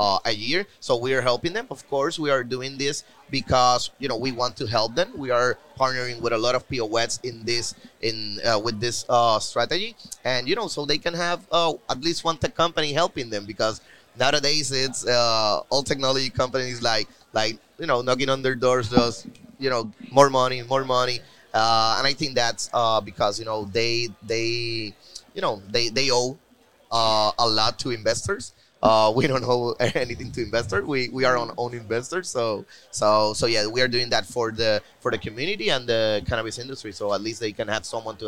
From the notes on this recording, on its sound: Recorded at MJUnpacked NYC